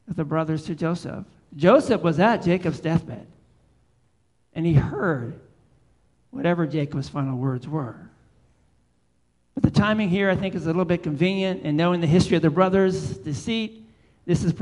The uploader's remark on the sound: Live Worship Service